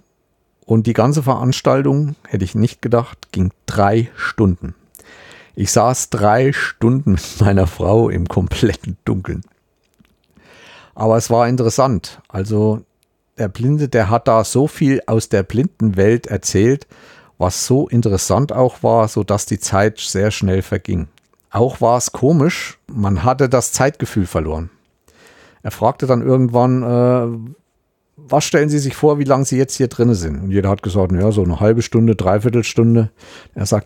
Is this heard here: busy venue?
no